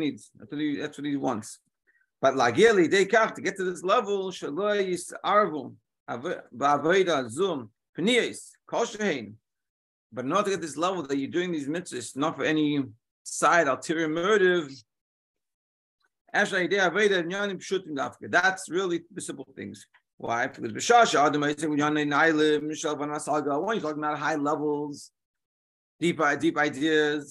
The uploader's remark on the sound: Daily Zoom Shiur